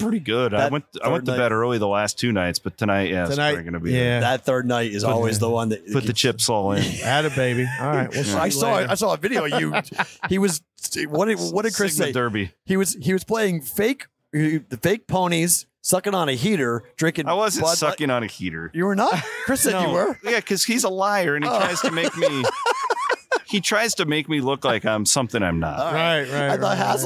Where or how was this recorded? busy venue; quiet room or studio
busy venue